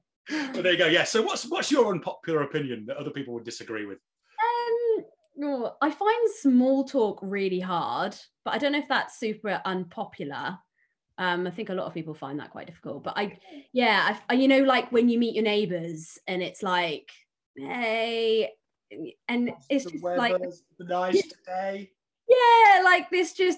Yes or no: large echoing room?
no